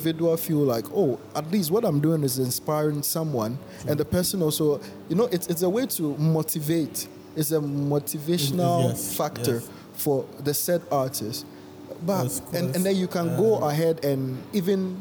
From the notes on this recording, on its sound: Take the podcast recording outside again. This time they record this episode at the ACCRA MALL Ltd.